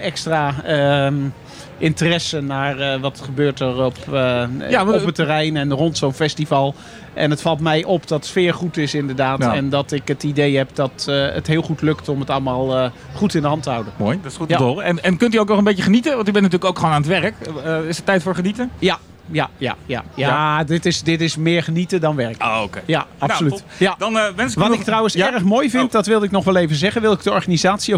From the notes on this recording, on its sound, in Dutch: Haarlem105 deed op 5 mei de hele dag live verslag van Bevrijdingspop 2019.